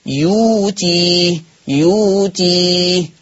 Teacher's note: ابدلت الهمزه الساكنه بواو ماديه